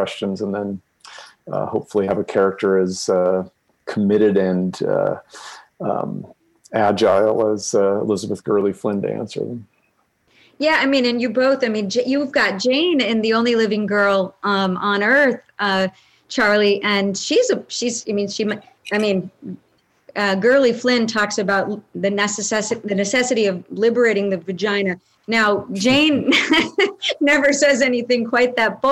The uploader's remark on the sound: In response to the Coronavirus COVID-19 outbreak, this program took place and was recorded live via video conference, for an online audience only, and was live-streamed by The Commonwealth Club of California from San Francisco.